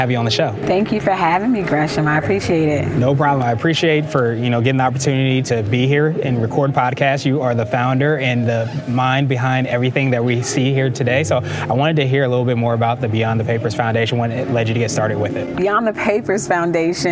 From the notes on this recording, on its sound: This was recorded during the actual conference